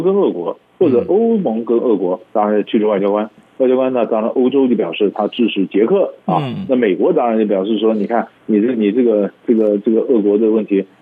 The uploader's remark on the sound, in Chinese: 連線訪問